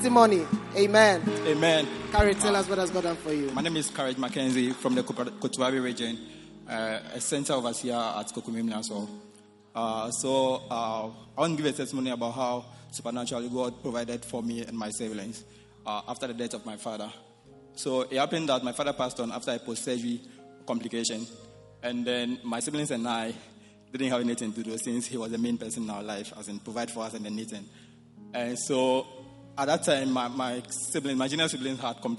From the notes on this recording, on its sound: Preached at the Prophetic Encounter Service.